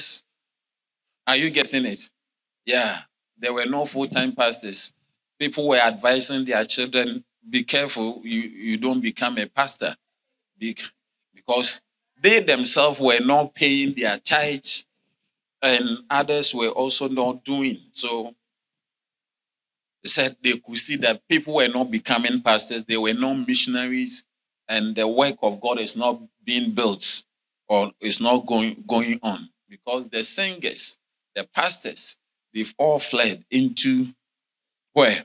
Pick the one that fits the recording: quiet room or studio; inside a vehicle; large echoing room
large echoing room